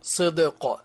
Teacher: فالدال ساكنة مقلقلة والقاف مقلقلة